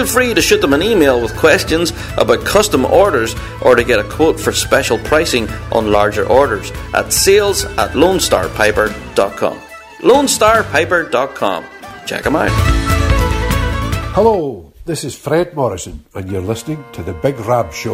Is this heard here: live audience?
no